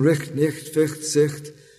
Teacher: short I followed by a velar consonant